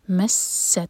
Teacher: مستہم البأساء، مس میم کو سین سے جوڑا اور پھر سین پر فتح. مست، تا پر سکون ہے، تا پر ہمز کی جائے گی، سانس جاری رکھیں گے.